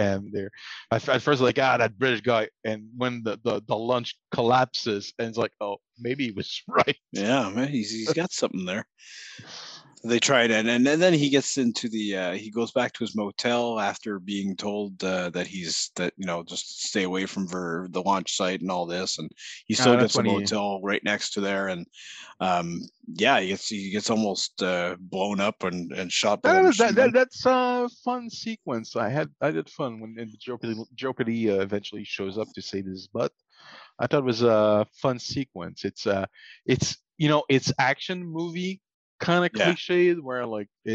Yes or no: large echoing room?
no